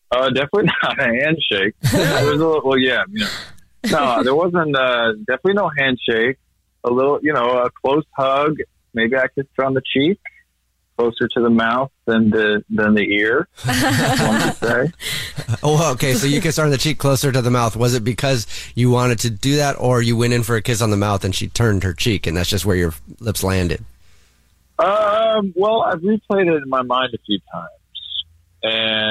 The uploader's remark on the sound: We get that other person on the phone to see why they're "ghosting". Is on the phone today for his First Date Follow Up.